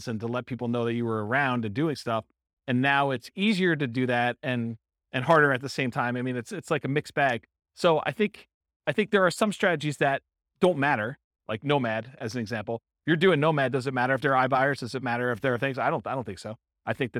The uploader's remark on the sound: This was a live class recorded.